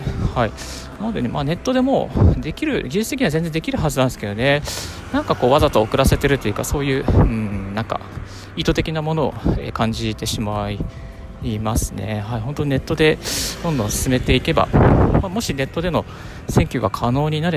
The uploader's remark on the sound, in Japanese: 歩きながらラジオ配信